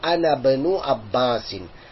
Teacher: that Hamza with which the word Ibnun begins is Hamzatul Wasal. Meaning, we do not pronounce it when a word comes before it.